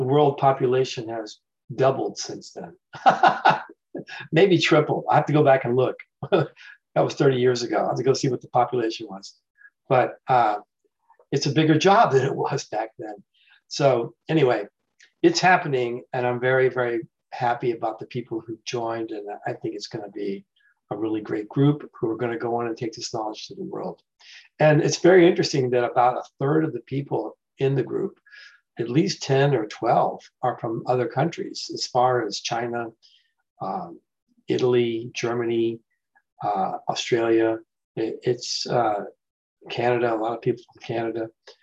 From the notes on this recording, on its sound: The shows are now all hosted on Zoom.